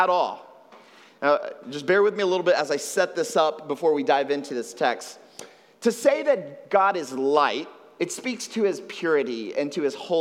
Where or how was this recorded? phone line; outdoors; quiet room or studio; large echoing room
large echoing room